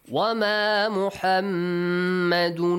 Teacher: The mim is mushaddad there. You have to stretch the sound. Produce a nasal sound also.